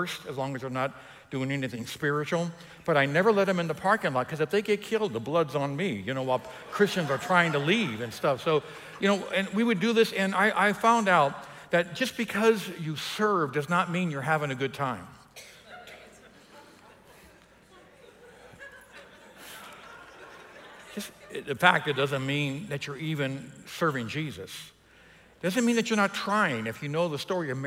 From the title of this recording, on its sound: EQUIP Conference 2021 — Main Session 2